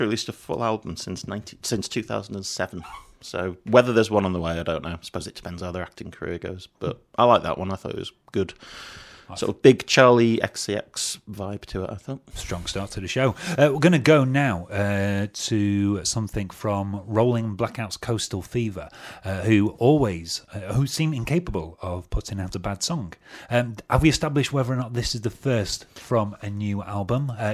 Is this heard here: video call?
no